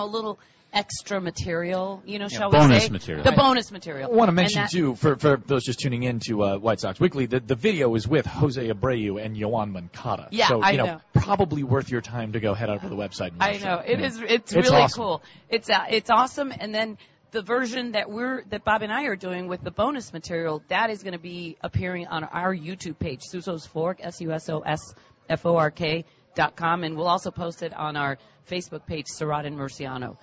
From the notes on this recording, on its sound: live from SoxFest 2017